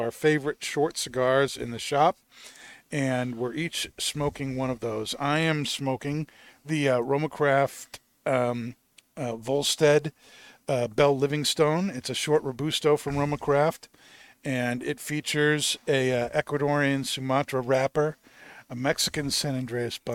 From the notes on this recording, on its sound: Recorded live from the 7-20-4 Lounge!